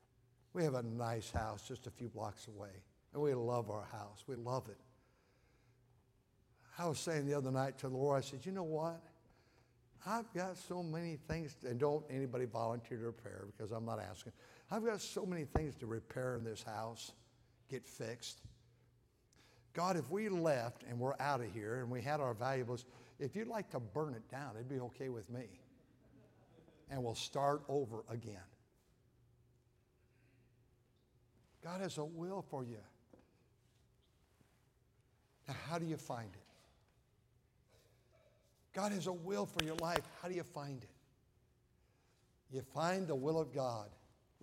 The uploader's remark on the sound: at North Valley Baptist Church in Santa Clara, California, during the Sunday Evening service